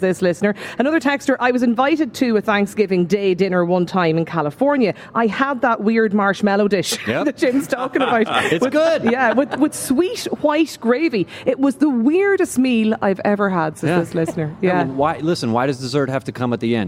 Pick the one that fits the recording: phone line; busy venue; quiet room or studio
busy venue